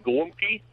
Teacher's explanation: the L's are rolled into a W, so it's a Gwumki